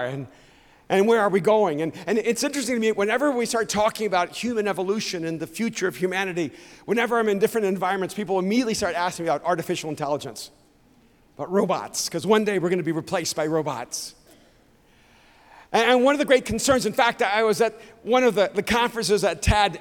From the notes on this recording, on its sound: speaks on TBN's Praise at Mosaic Conference